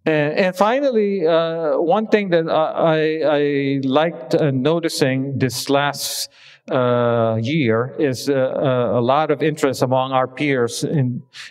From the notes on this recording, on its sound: This episode consists of excerpts from a recent talk I gave at a conference commemorating the end of the UC Berkeley AMPLab project.